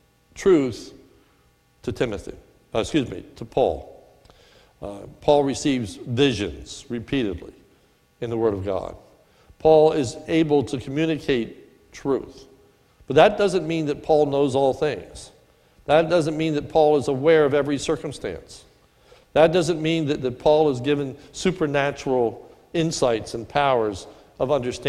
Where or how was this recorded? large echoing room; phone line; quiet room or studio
large echoing room